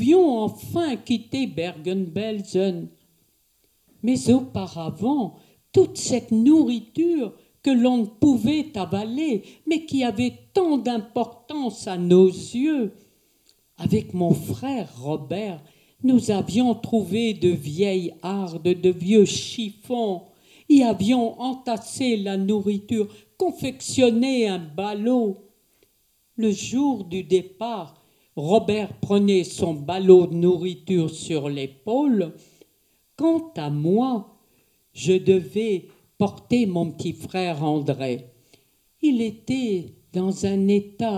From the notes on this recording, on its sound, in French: Enregistrement réalisé à la MJC du Virolois de Tourcoing le samedi 19 janvier 2019.